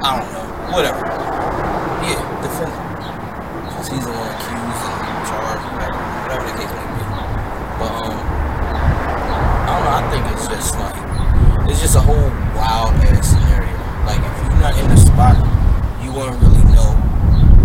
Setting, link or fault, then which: fault, wind noise